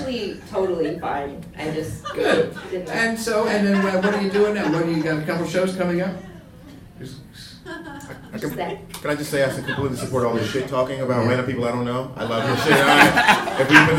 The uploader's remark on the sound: A gigantic live show at Brooklyn’s Union Hall.